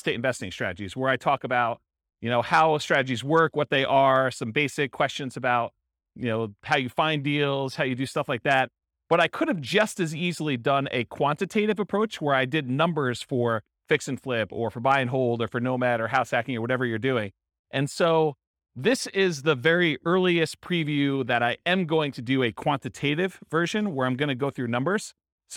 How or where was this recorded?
live audience